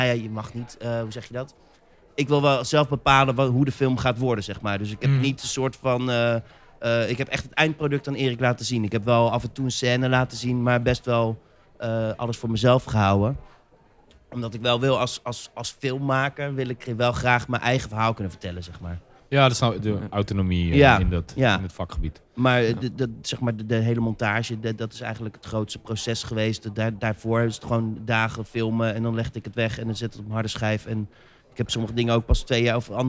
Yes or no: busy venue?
yes